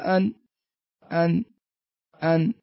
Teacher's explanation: من أين تخرج؟ طرف اللسان مع الحنك الأعلى · Term: النون الساكنة